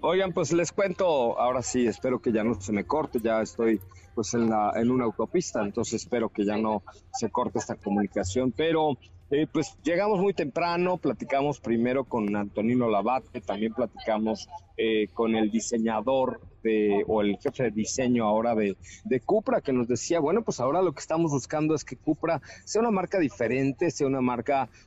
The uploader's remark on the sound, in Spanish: en vivo y en directo desde Barcelona en la presentación de la nueva gama de CUPRA